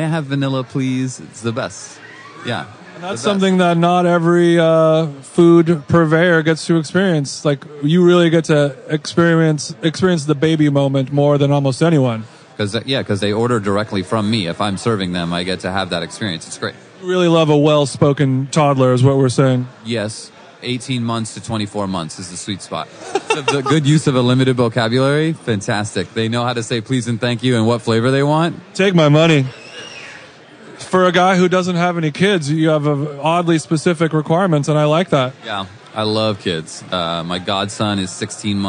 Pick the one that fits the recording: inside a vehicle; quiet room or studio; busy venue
busy venue